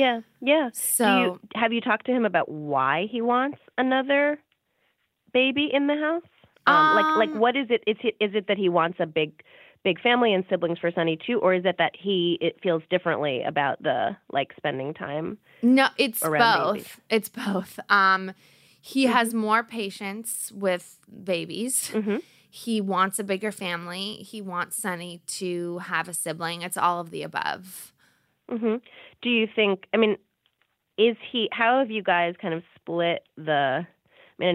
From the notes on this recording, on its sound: During this phone call